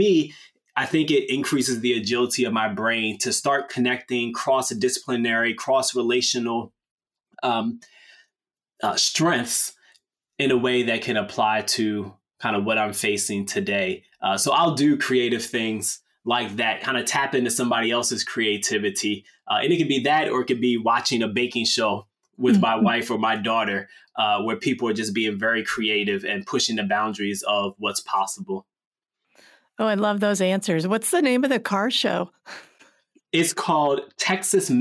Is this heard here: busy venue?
no